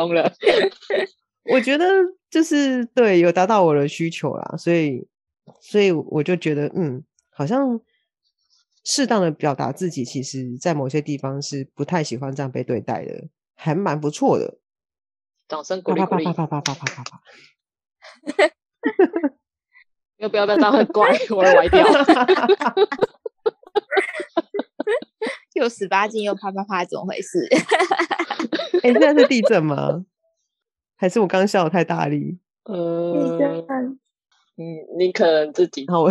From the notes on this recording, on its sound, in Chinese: 也撥出時間共聚online，。在艱辛的網路連線環境中，克難地錄製節目，。